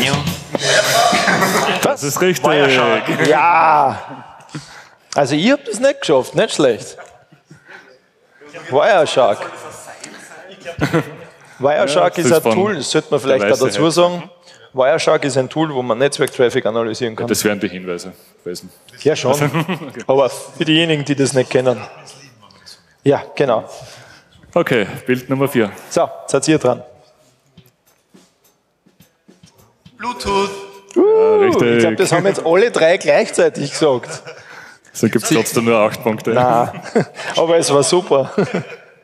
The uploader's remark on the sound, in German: (glt18). Zwei Teams aus dem Publikum treten gegeneinander.